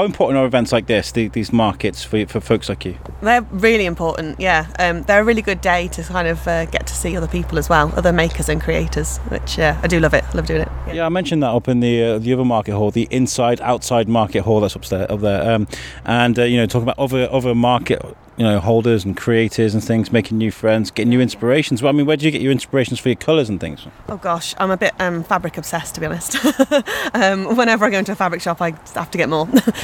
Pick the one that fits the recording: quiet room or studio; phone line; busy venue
busy venue